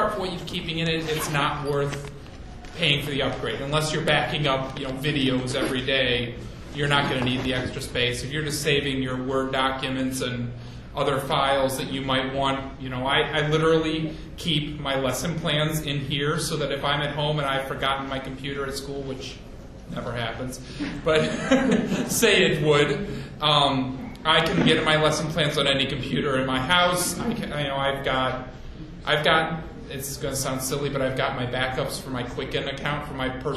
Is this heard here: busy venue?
yes